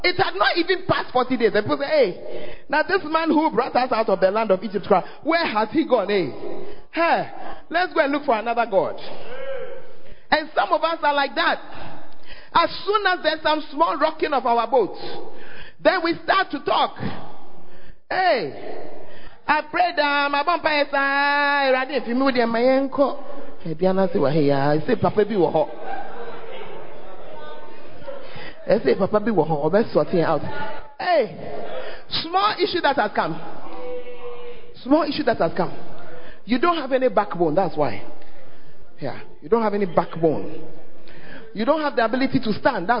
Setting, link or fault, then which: setting, large echoing room